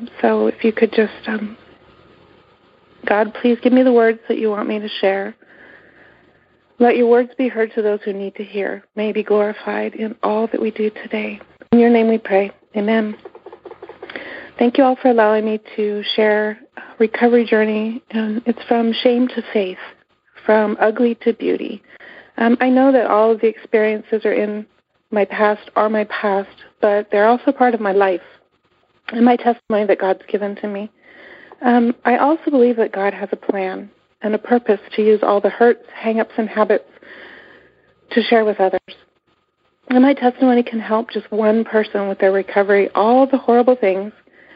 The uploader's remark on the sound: Monday Noon Phone Speaker Series